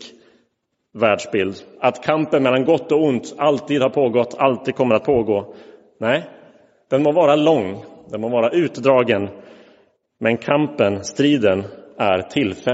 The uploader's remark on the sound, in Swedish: Inspelad i Roseniuskyrkan den 2 oktober 2022.